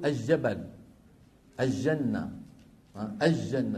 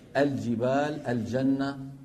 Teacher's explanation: اللام التعريف عند الجيم خاصة عند أمثالنا أهل الشام العامة غالبا بيجيبوها شمسية · Shown in: first take · Term: معاملة اللام الشمسية